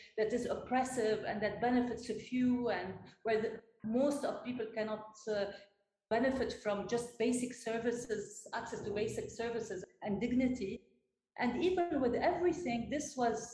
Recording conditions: poor sound quality